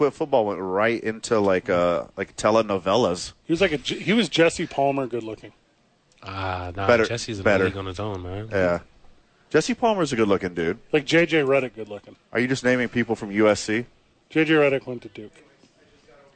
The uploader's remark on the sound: live from the YMCA